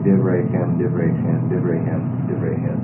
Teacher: They got two syllables each. And the stress is on the last syllable, which means now you've added two syllables to a word, the last of which has a stress.